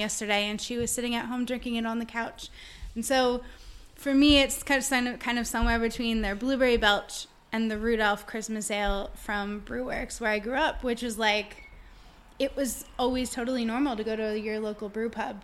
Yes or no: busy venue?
yes